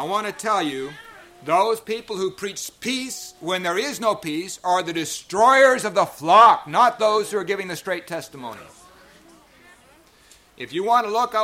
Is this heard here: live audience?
yes